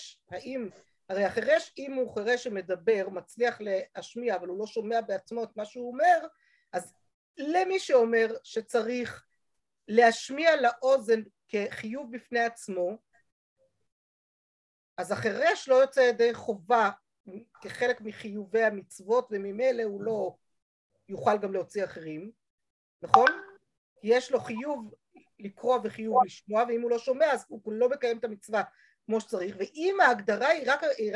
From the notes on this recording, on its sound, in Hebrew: השיעור הועבר והוקלט בזום